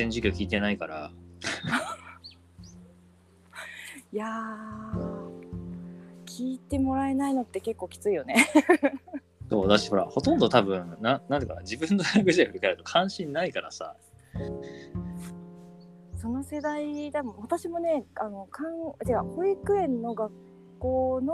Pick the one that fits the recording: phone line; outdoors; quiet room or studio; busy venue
outdoors